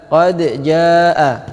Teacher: Qad ja'a, qad wajib ada qalqalah. Banyak orang membaca qad ja'a, ini salah.